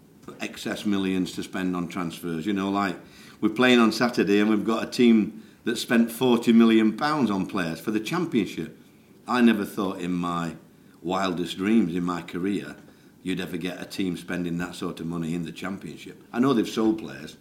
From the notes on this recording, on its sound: speaks to the media in latest press conference at the Millers Oils High Performance Complex